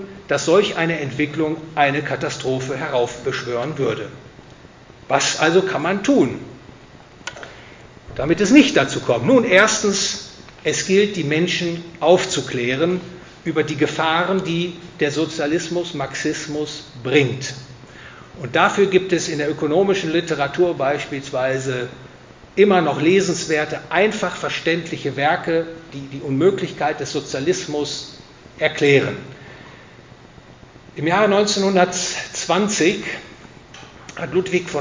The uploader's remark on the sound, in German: Gehalten auf dem Vortragsabend des Hayek-Clubs Oldenburg.